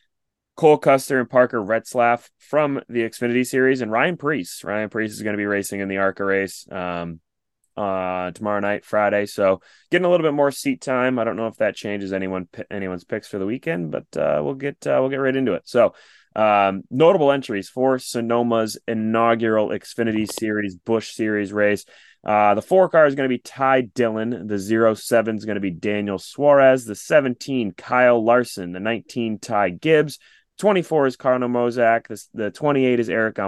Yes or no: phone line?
no